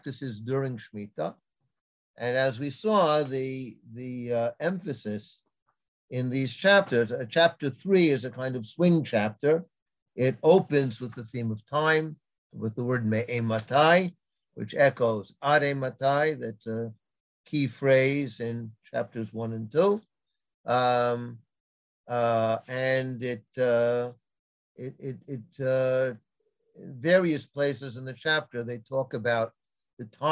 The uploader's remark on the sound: This audio was originally captured from Zoom